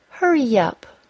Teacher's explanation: I added a Y sound, and the word up sounded like yup.